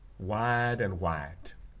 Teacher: you're still getting the contrast of length because of the voiceless consonant on white